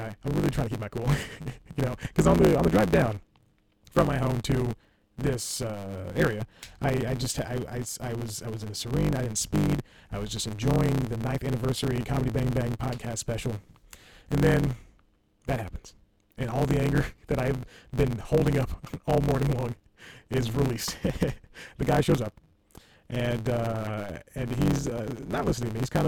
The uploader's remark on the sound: Audition crashed. AGAIN and ruined the episode's audio. It's still kind of listenable if you can tolerate a lot of distortion.